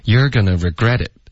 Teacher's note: You're 和 regret 是重音,OK,要高一点说。好的。 You're gonna regret it for the rest of your life.